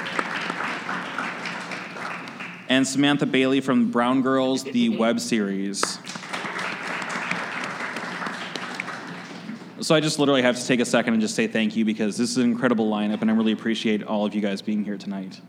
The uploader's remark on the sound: In a live panel recorded at Chicago Athletic Association Hotel, four of Chicago's premier creatives share their strategies for creating content that connects.